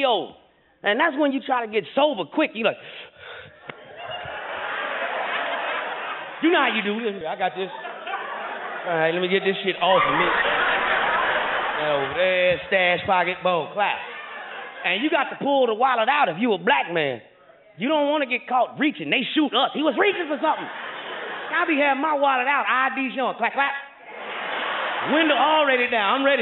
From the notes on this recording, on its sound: As he buzzes around the stage and literally climbs the walls. Stand-up special live from Oakland, California.